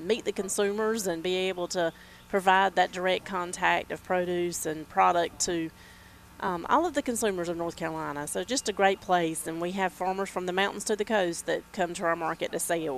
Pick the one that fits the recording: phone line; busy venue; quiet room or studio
busy venue